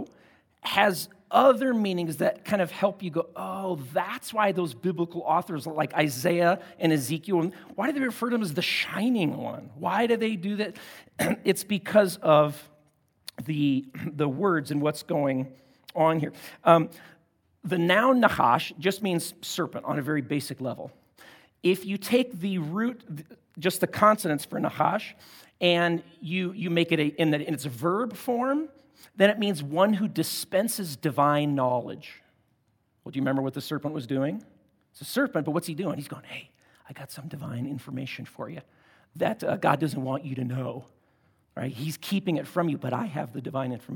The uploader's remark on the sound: at Timberline Church